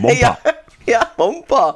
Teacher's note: der Berliner spricht ja alle unbetonten Buchstabenfolgen ER. Wenn es unbetont ist, spricht er ja immer A aus.